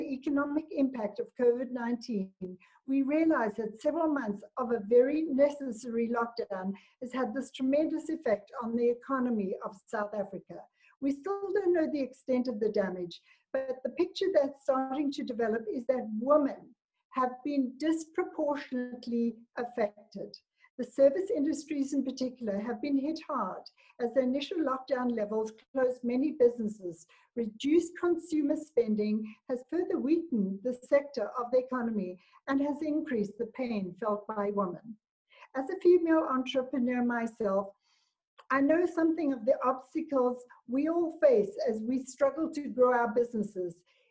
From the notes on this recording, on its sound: A zoom conference by the African Tourism Board. A zoom conference by the African Tourism Board.